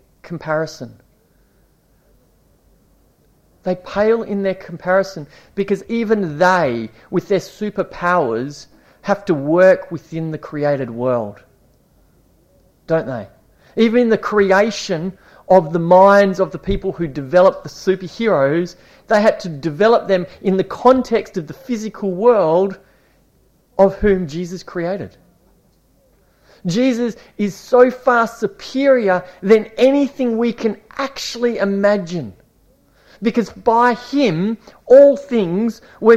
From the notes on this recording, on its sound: This series was preached over a nine week period at Esperance Church of Christ.